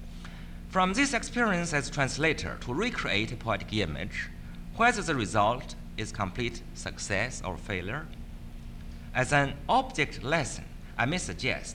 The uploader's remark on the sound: This is the fourth part of the fourth day of the World Translation Conference.